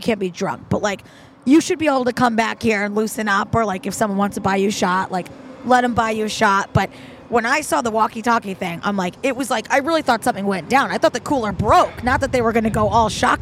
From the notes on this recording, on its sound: This episode was taped at Lionheart on the Green in Albany's Warehouse District